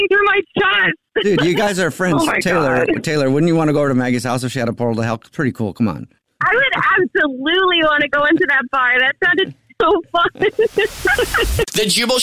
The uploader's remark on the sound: In this Phone Prank! A Jubal Phone Prank is when our listeners set-up a friend or family member to wake up with The Jubal Show, phone prank style.